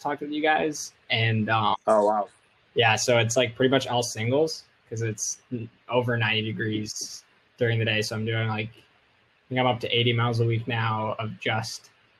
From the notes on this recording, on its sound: We speak about pretty much everything under the sun whilst managing with some audio issues.